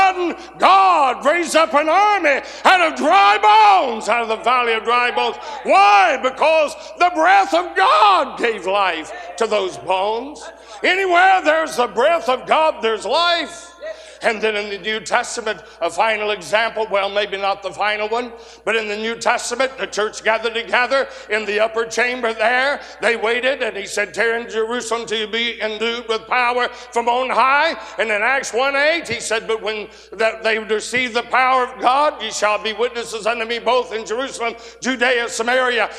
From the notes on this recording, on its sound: 2023 Spring Jubilee. A sermon preached Tuesday Morning during our Spring Jubilee, on March 28, 2023.